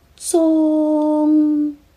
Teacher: 是一个打开嘴巴的后鼻音